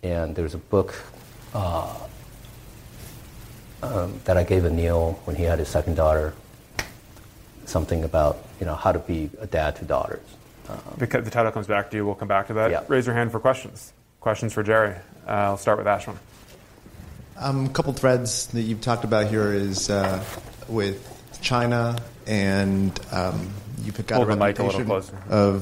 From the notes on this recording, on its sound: He was interviewed in front of a live audience in San Francisco.